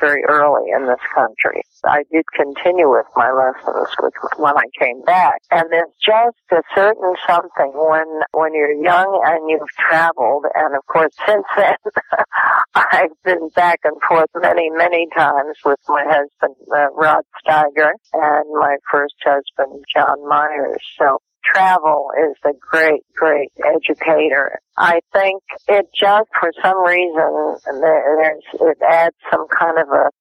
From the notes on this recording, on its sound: This episode features a very brief phone interview